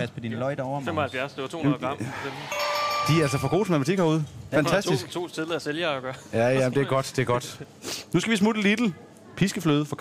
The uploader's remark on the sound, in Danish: Live fra Meny Rødovre. Tilbuds-tourbussen har nået næste stop, som er Meny Rødovre.